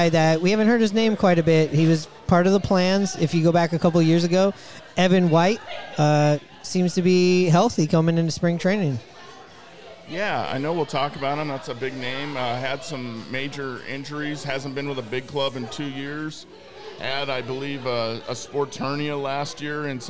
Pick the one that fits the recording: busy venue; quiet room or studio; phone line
busy venue